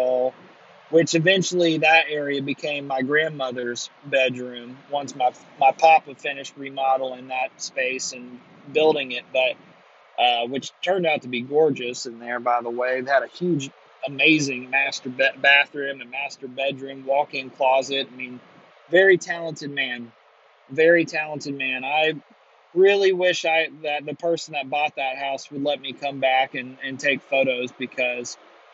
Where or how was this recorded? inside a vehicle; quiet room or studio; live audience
inside a vehicle